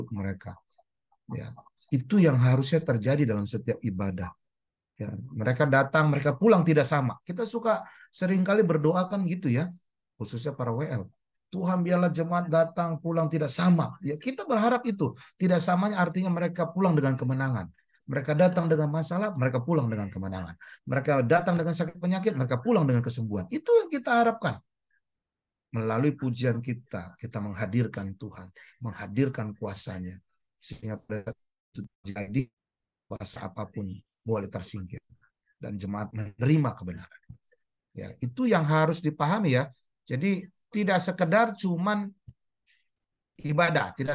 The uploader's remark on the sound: Audio Zoominar